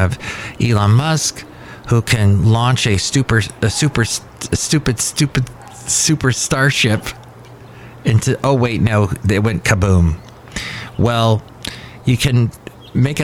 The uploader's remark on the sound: podcasts live from Café Anyway